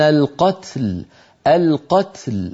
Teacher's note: أيضا في أول الصفحة مر معنا والفتنة أشد من القتل، القتل، فنبين التاء من كلمة القتل وهي ساكنة وبعدها لام ساكنة في كلمة القتل، فاجتمع ساكنان، تاء ساكنة ولام ساكنة، نعطي كل من الحرفين حقه من السكون من غير تحريك